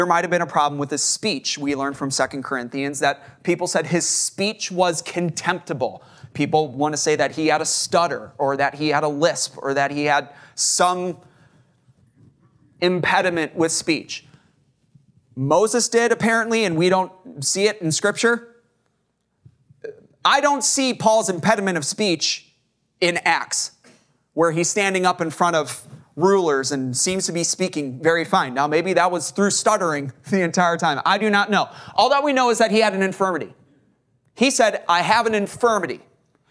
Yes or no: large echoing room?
yes